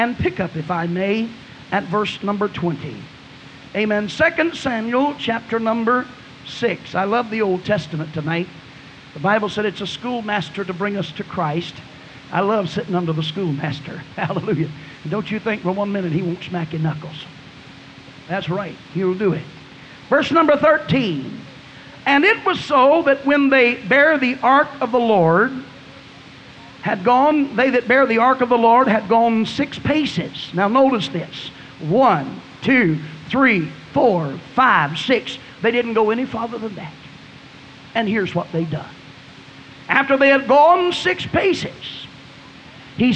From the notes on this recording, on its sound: was preached at Burgetown Camp Meeting in Picayune, Mississippi, on June 9, 1993